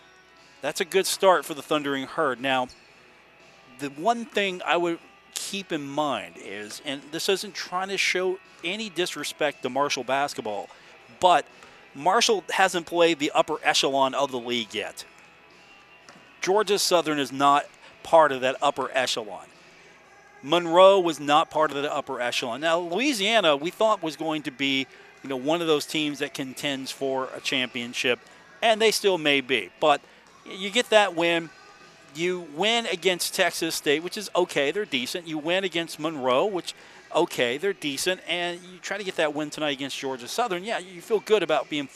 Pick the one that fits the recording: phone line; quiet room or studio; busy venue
busy venue